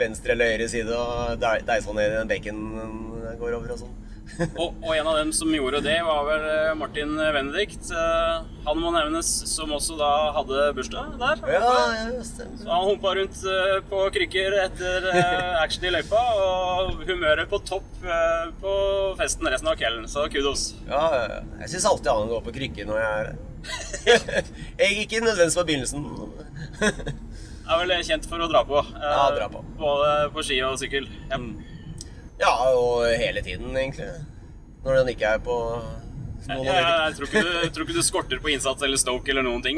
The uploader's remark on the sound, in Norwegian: Lydkvaliteten er noe preget av at bilen kjører, men det ble i alle fall en rykende fersk pod!